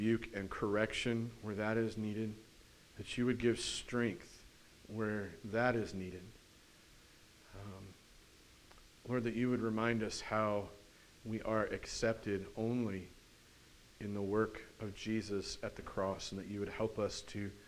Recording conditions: large echoing room